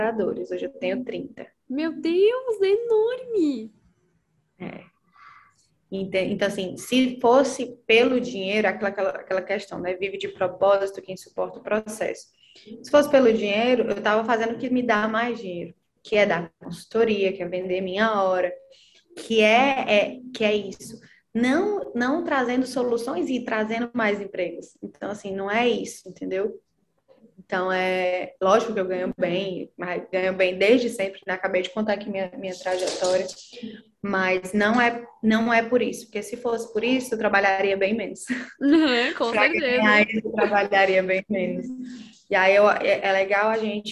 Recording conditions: video call